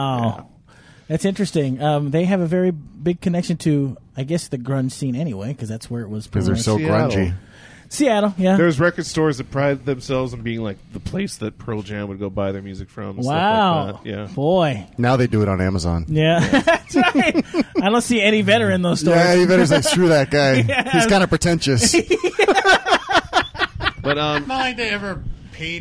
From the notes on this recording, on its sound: Recorded live at Maui Comics & Collectibles.